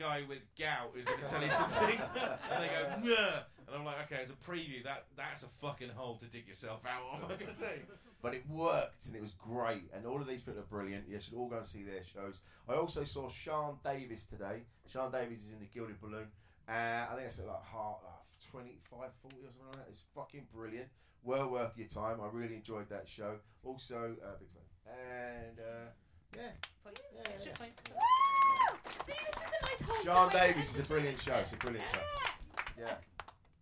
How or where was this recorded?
live audience